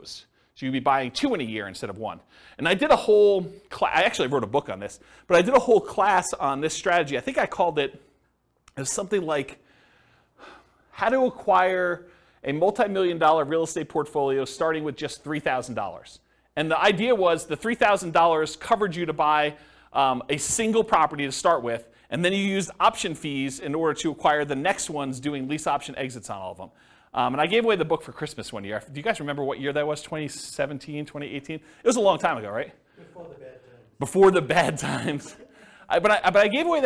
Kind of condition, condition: setting, live audience